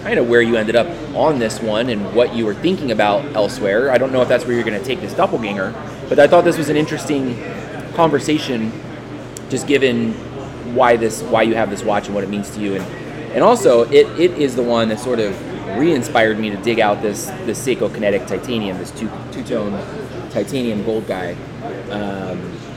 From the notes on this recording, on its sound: live at Ogopogo Brewing in San Gabriel to record their installment of the WatchPodCollective "Doppelgänger" series